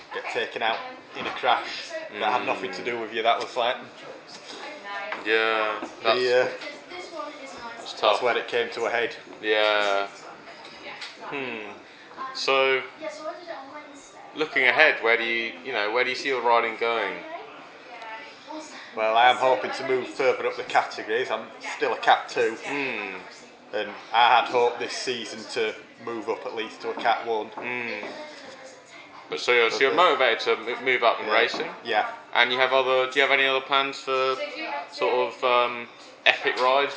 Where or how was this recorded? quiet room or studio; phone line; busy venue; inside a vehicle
busy venue